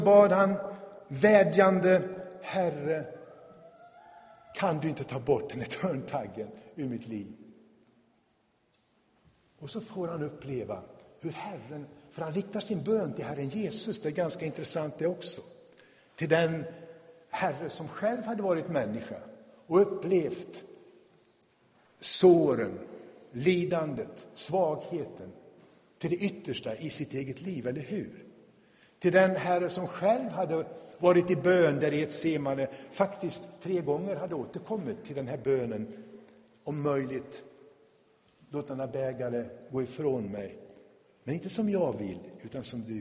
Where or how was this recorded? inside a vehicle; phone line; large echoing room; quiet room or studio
large echoing room